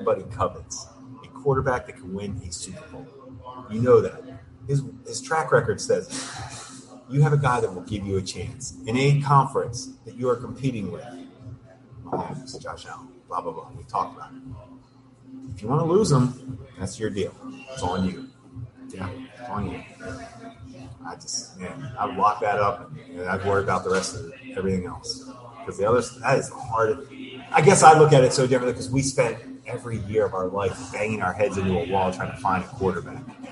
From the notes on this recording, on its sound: Live from Fattey Beer Company